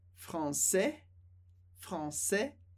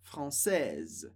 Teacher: A gente não pronuncia o E do final, mas pronuncia o S, que vem antes. · Shown in: second take